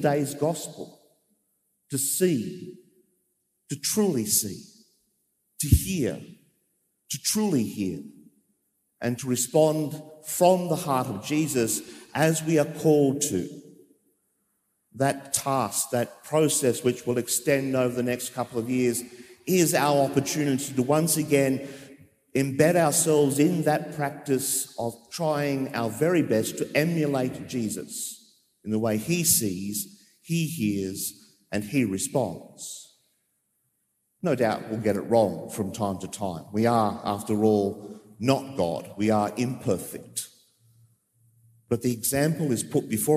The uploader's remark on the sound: As preached during the 9.30am live-streamed Mass from Sacred Heart Cathedral, Hamilton.